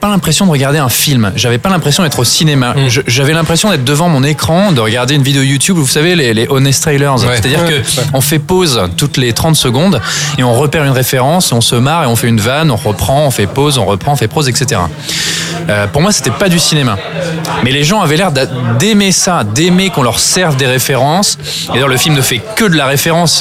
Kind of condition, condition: setting, busy venue